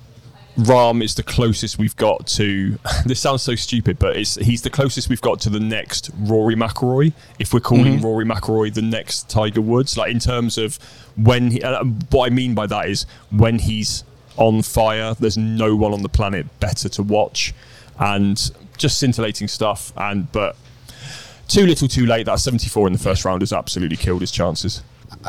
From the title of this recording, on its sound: LIVE from Royal Liverpool